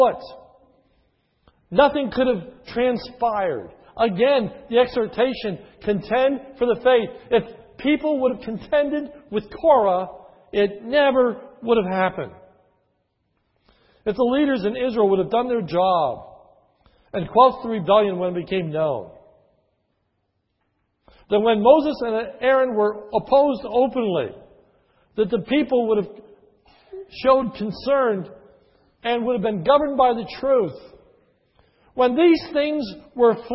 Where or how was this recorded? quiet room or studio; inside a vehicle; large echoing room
large echoing room